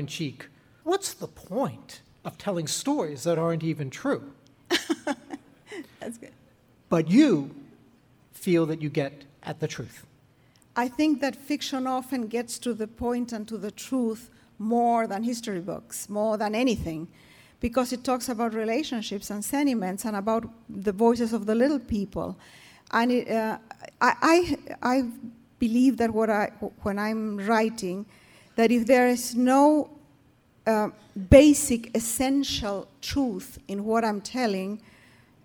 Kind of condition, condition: setting, live audience